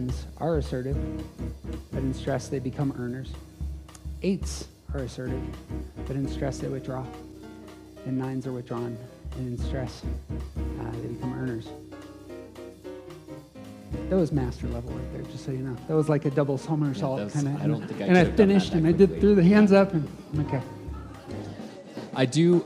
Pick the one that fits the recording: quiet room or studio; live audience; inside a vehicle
live audience